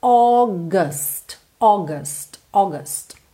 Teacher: É, esse AU vai soar O, O, ok? August e o U que vem depois do G não é gust, bem fechado, é aquele A, é aquele som indefinido